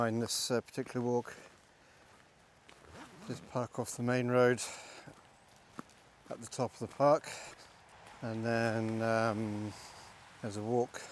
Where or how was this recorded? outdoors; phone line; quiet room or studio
outdoors